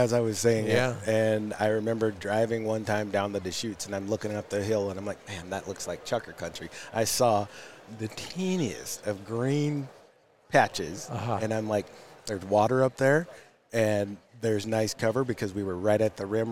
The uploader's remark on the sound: joins us from the floor of Pheasant Fest